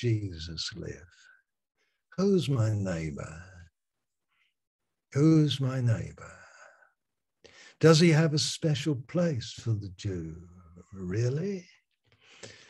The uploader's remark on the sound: Malaysia Meets (Zoom)